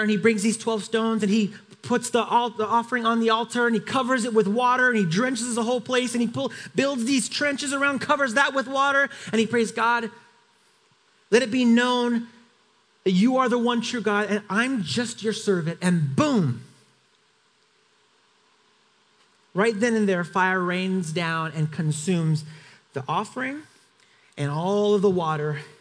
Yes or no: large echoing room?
yes